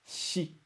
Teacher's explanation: Para começar, o sobrenome Silva começa com S-I, si. E esse som de si não existe no japonês, então a gente vai usar o som mais aproximado possível, que é shi.